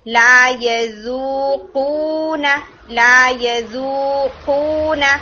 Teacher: اور قوف کے لیے آپ نے اسٹرانگ ہٹ کرنا ہے یعنی سافٹ پیلٹ کو